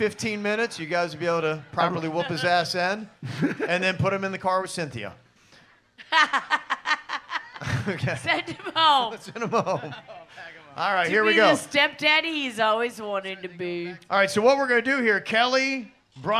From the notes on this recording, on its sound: Here is the Audio From KVJ's Live Podcast at The PB Kennel Club.